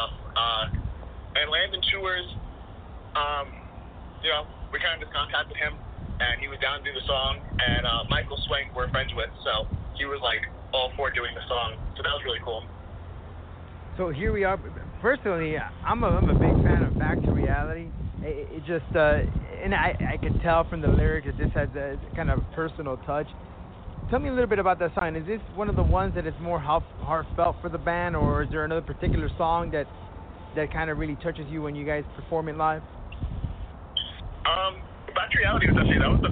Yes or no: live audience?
no